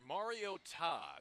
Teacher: it's pronounced Mariota. The emphasis is on the last syllable.